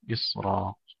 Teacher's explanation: كلمة إصرا فيها تفخيم الراء لورش قولا واحدا، لأن الفاصل بينها وبين الكسر هو حرف استعلاء ساكن إصرا، فهو يوافق بقية القراء في تفخيمها.